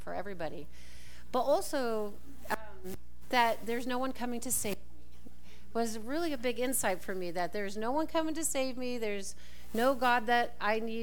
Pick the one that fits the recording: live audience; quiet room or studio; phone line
live audience